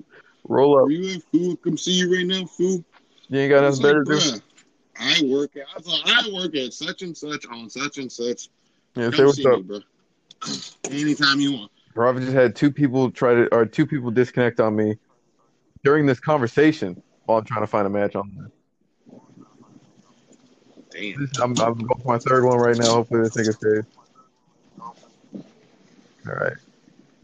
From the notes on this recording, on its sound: I literally recorded it while at work. While I deal with customers at the same time.